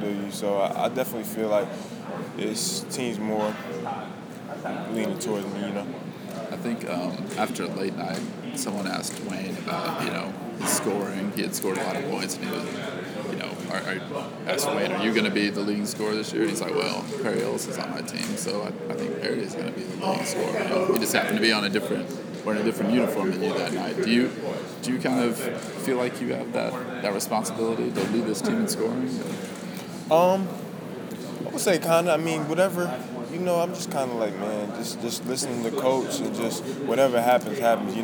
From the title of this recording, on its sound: Big 12 Media Day (Press Conferences & Post-Game Interviews)